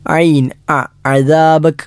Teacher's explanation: അദാബക് എന്നതിൽ ആദ്യം അയീനാണ്. അയീൻ എന്നത് തൊണ്ടയുടെ മധ്യഭാഗത്ത് നിന്നും പുറപ്പെടുന്ന അക്ഷരമാണ്